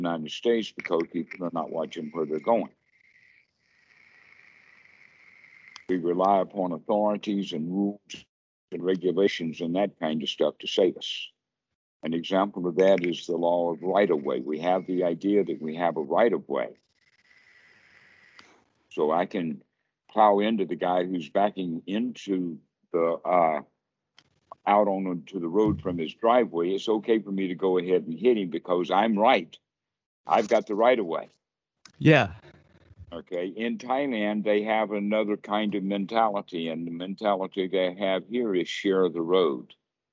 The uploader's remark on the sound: Skype calls on this channel.